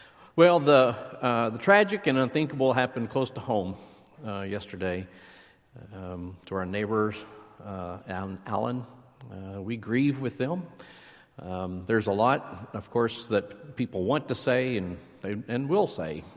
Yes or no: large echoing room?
yes